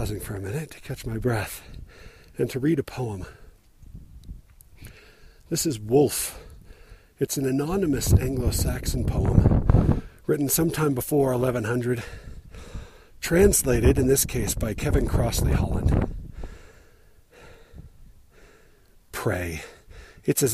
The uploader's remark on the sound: Recorded while hiking up the Squaw Peak trail again, in a spot with lots of wind and hence the distracting and omnipresent wind noise.